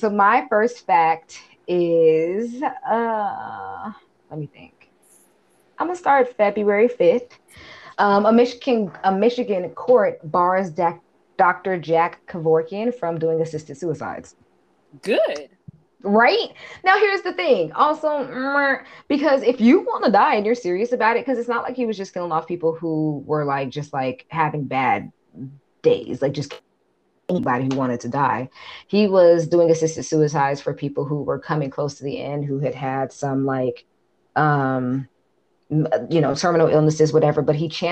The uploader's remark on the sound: Glitchy AF, apologies